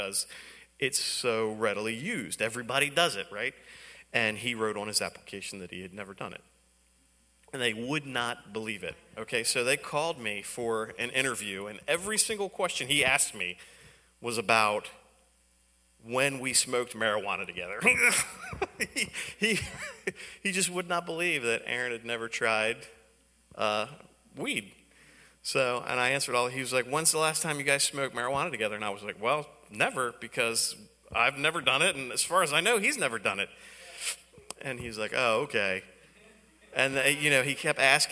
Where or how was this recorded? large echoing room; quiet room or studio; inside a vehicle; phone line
large echoing room